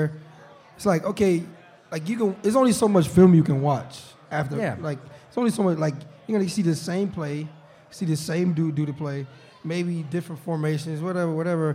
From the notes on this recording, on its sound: live from Mister’s Bar & Lanes in East Aurora, N.